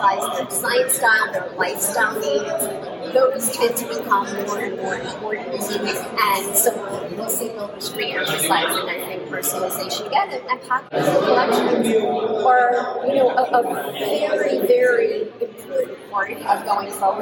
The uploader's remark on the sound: Live from Jeff Shore Leadership Summit in Austin, TX